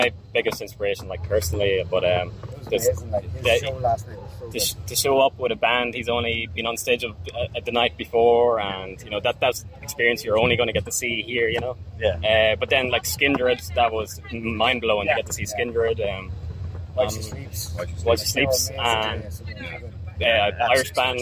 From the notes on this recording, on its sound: at Bloodstock festival!